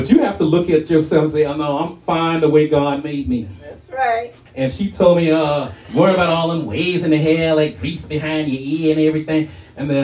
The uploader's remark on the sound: shared this message live at RACC